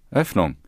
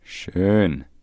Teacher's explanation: The O with umlaut Ö can be pronounced short as in Öffnung, which means opening, or long as in Schön, which means nice.